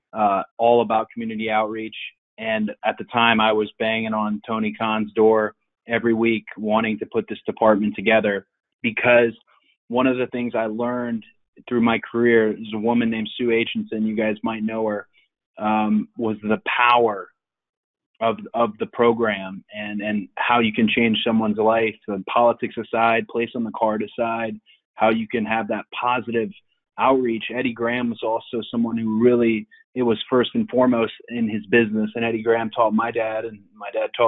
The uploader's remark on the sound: Media Conference Call